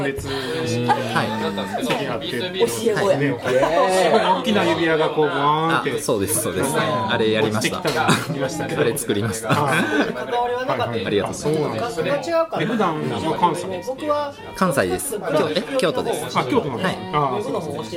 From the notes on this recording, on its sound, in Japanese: 店内の音声が入っておりお聴き苦しくなっています。申し訳ありません。